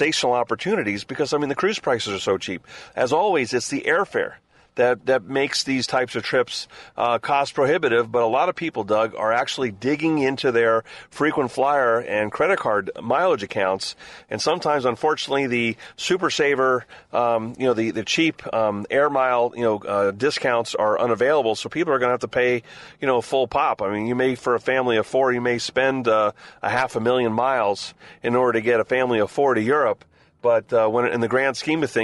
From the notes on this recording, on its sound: Cruise3Sixty Broadcasting in Fort Lauderdale. We broadcast from the largest cruise conference in the world.